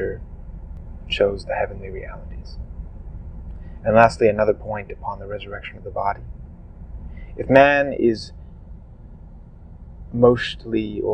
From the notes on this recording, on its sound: Please forgive the audio quality issues in this episode. This is one of the negative effects of recording a podcast in the car while driving.